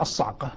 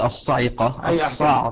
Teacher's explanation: بكسر العين لا نقول الصاعقه، الصاعقه. فاذا حذفت الالف سكنت العين · Shown in: first take